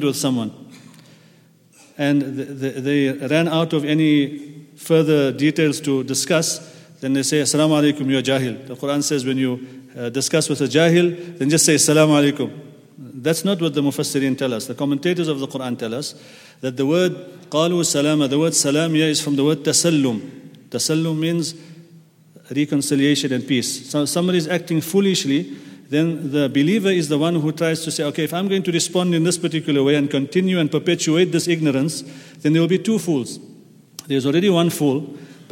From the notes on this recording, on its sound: at the Houghton Masjid (West Street)